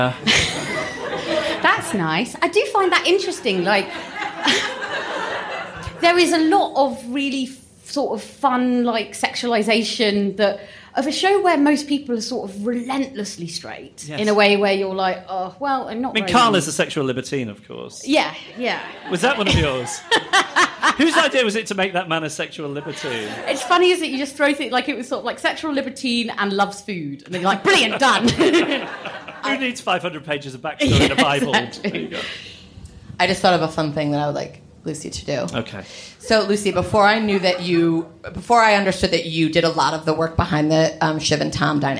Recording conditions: live audience